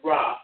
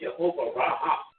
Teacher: for years I said Jehovah Raha. I did two syllables, but it's R A A H. It's Ra. · Shown in: first take · We put it through the uh, computer and it's pronounced Ra.